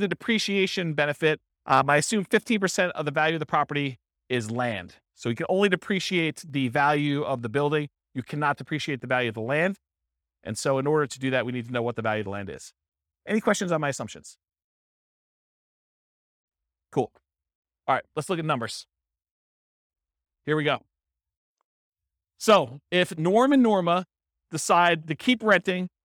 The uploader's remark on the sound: This was a live class recorded